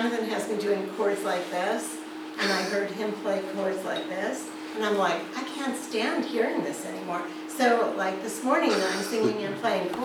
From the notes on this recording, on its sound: This episode was recorded at Prescott Unitarian Universalist Fellowship ( PUUF ) August 14, 2022.